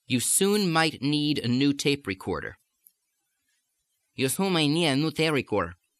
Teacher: I'm almost making all the final consonants disappear.